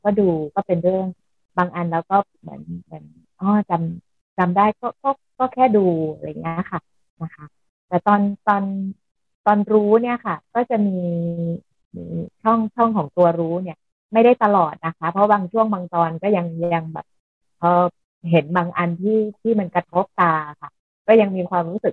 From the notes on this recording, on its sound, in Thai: เป็น 1 ใน 3 คอร์สออนไลน์ (ผ่านโปรแกรม Zoom)